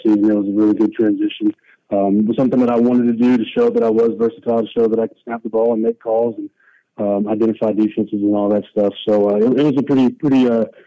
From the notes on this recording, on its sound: addresses the media during his conference call